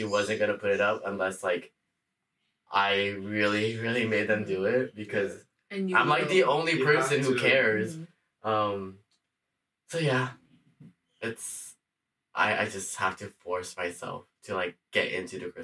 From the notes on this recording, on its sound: We may or may have not the audio file for this episode soooo, hope you don't mind the bad audio quality for this one!